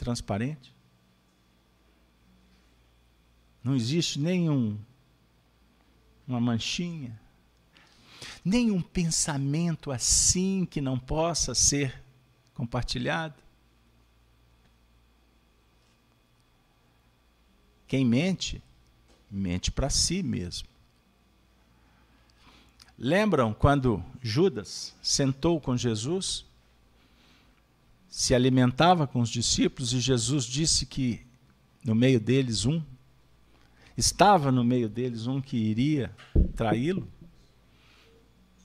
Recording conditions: live audience